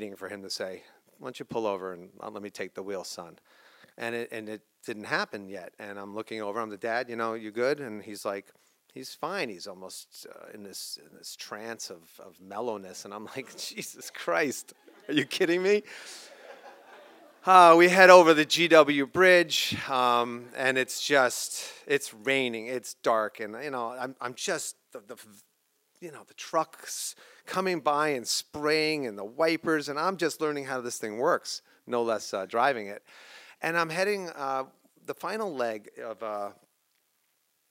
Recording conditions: live audience